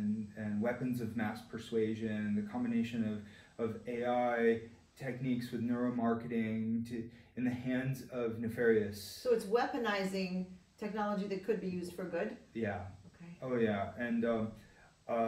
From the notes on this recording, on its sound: We apologise for the quality issues with this audio. This conversation at Stanford University in April 2019.